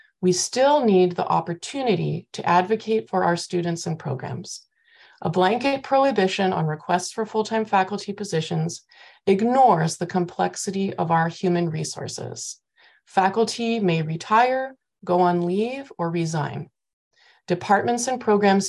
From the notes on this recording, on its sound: Regular Meeting of the Board of Trustees (originally on Zoom).